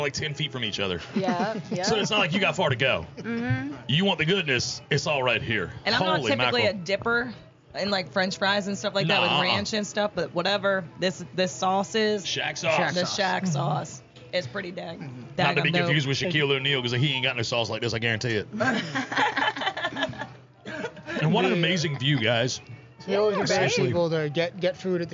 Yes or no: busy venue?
yes